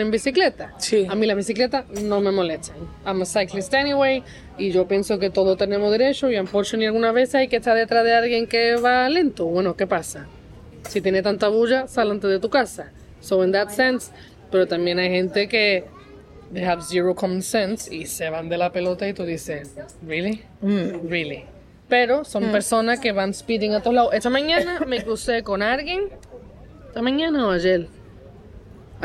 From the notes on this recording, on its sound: With thanks to the Bastion Restaurant for letting us record.